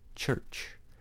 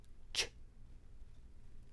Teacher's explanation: Don't separate the two sounds. The sound ch is a voiceless affricate that begins in the T place, the T place, and releases in the esh, sh manner.